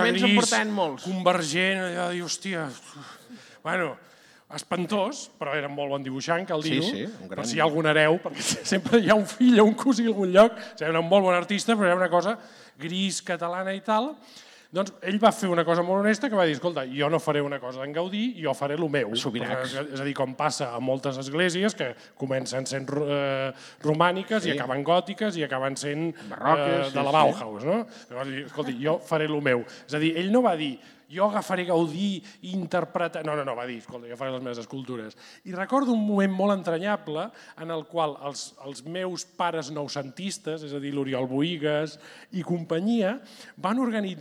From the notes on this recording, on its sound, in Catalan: Des del Born amb el Gremi de Revenedors. El pòdcast d’aquesta Reserva d’El Temps de les Arts -en directe i públic- serví com a presentació d’aquest nou llibre.